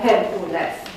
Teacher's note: Și în nicio limbă n-ar trebui să fie accentuat U din Hercules. · Term: vocala anaptictică